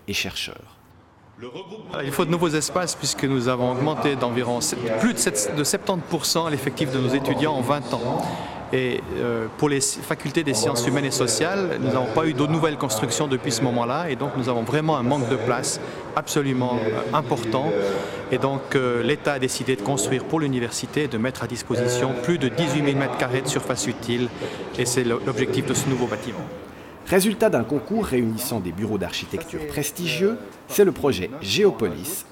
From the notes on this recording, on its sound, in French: Film réalisé à l'occasion de la conférence de presse du 14 novembre 2008